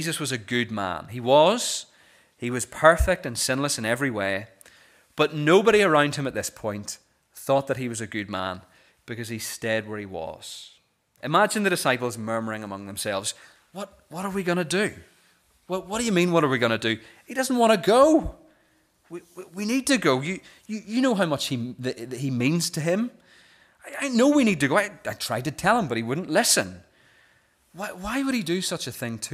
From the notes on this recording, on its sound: This is the recording of the Bible reading and sermon from our morning service on Sunday 21st January 2024.